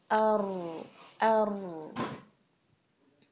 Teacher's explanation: जबान की नोक ऊपर के दो दांतों के मसूड़ों के साथ जाके लग जाती है